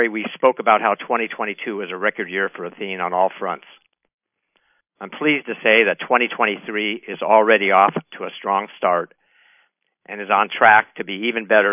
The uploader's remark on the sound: Athene Fixed Income Investor Conference Call